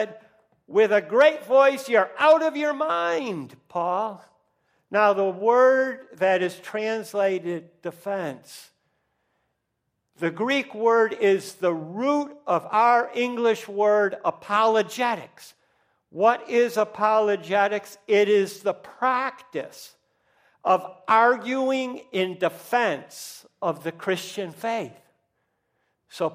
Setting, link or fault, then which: setting, large echoing room